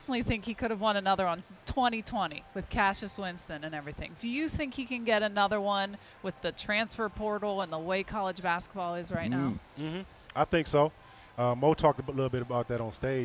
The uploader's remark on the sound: live from the new Ascend Sports Book at Soaring Eagle Casino and Resort